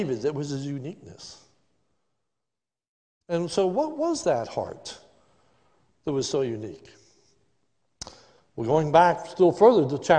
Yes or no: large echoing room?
yes